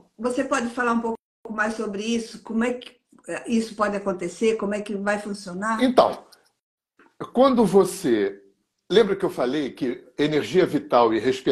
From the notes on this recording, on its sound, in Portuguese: Live no Instagram